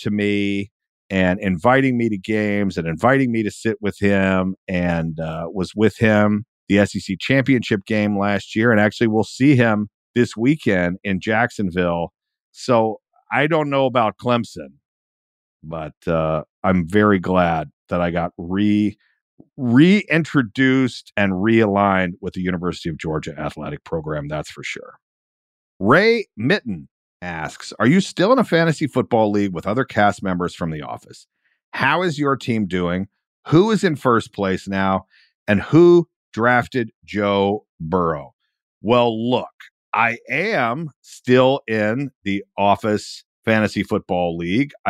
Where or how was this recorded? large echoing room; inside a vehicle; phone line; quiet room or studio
quiet room or studio